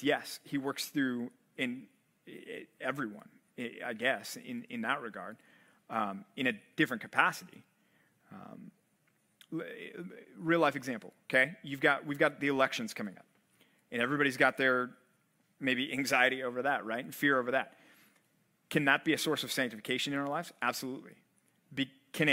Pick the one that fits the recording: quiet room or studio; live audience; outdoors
live audience